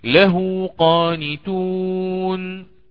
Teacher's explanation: كذلك أن تقع بين متحركين، أن تقع بين متحركين، حينها آتي بالصلة، فأقرأ مثلا له قانتون، الهاء مضمومة فوصلتها بما بعدها بواو لفظية، لأن الواو تناسب الضم الذي قبلها · Term: الصلة الصغرى